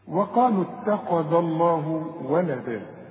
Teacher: ما دام الذال هنا مفتوحة يبقى لفظ الجلالة مفخم، لو الحرف مكسور يبقى انرقق لفظ الجلالة.